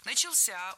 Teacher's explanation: Начался, ударение на возвратную часть «ся».